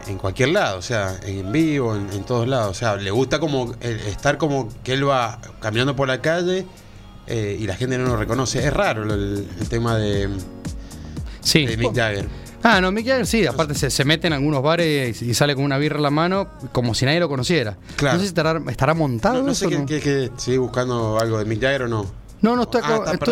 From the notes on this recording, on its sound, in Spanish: Charlamos por teléfono